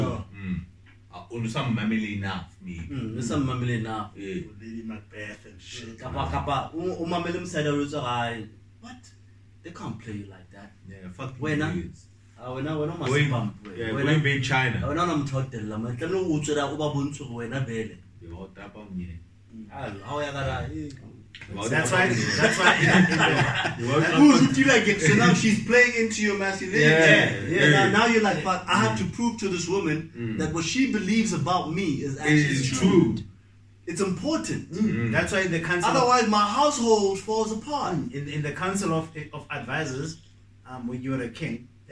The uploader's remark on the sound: The audio quality is not as clean as usual due to some technical difficulties we have been facing lately.